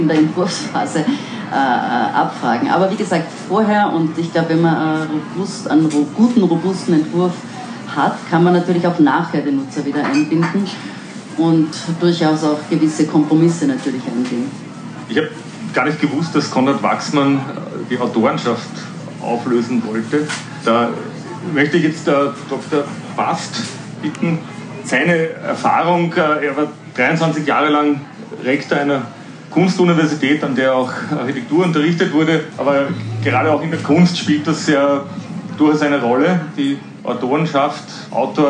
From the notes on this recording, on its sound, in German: Live-Aufzeichnung | Podiumsgespräch Architektur Biennale 2023